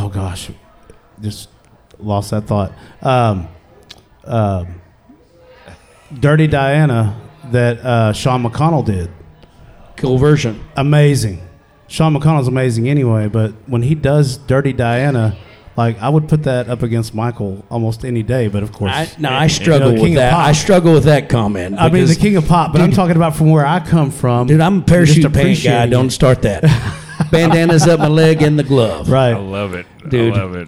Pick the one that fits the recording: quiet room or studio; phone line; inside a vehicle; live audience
live audience